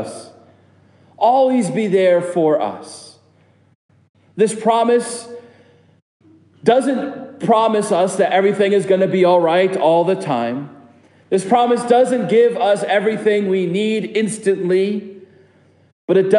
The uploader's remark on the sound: This sermon is preached at Prince of Peace Lutheran Church